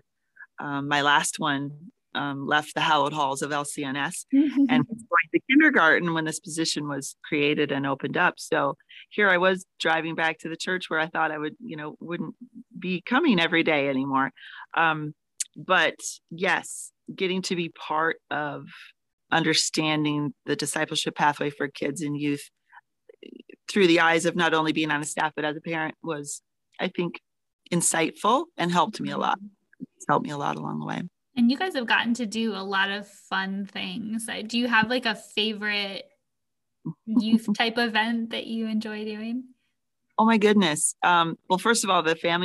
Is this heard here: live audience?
no